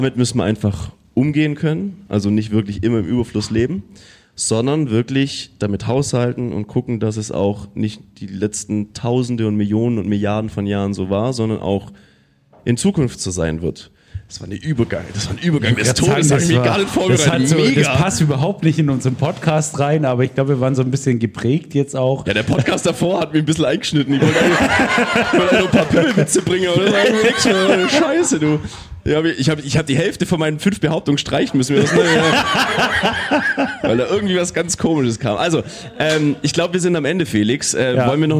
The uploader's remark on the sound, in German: live im Afterwork